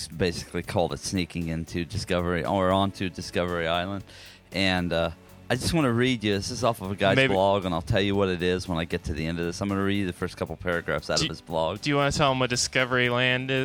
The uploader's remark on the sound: Hear audio from this attraction at Disney World.